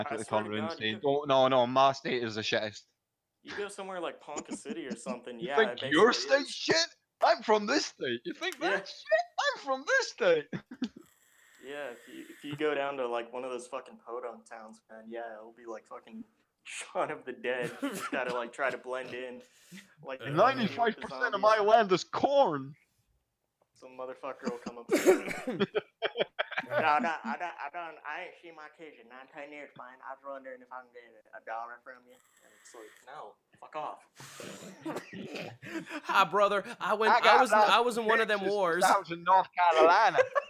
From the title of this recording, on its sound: 4 guys one mic